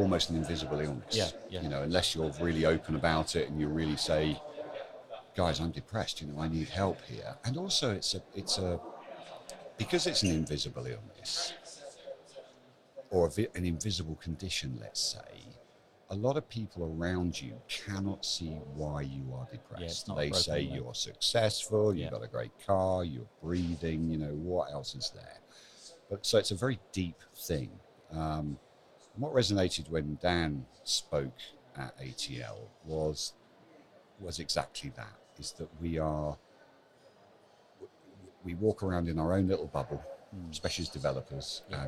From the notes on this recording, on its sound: WordCamp Europe Live interview. My task was to find a place to record interviews with some of the 3,000 attendees. The chats were impromptu and recorded in one take. We made all of the recordings in one of the main thoroughfares at the event, and at times there were hundreds of people milling about in the background. You’re going to hear our guests as well as the hum of the interactions taking place around us.